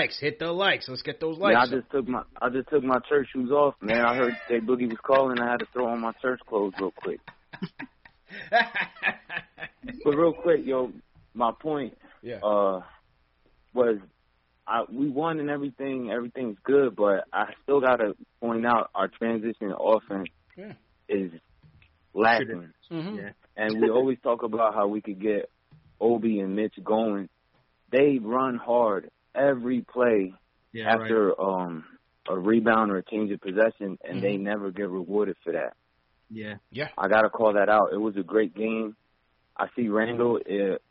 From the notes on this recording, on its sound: Hear caller reactions from the fans around the world! Phone calls begin at 12:44.